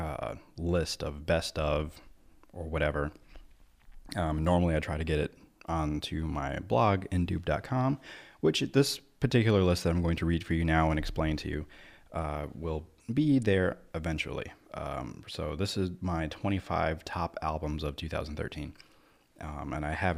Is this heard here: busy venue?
no